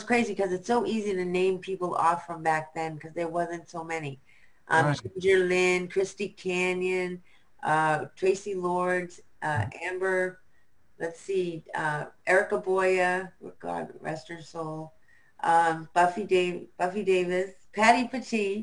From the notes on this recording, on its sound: Our Zoom interview on 5/3/2020